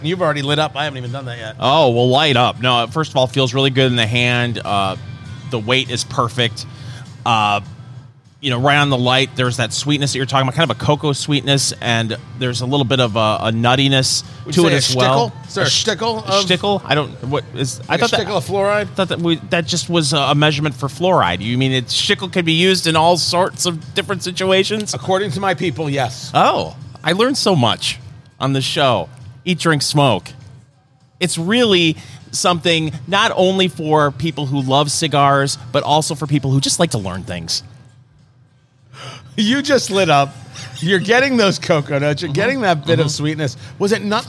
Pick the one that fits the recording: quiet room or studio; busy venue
busy venue